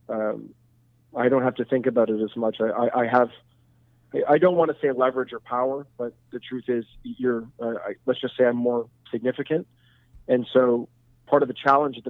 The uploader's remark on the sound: We were on a “long distance” phone call. Who is calling us from his hometown of Montreal.